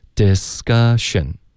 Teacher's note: Discussion,科的音，我们浊化为歌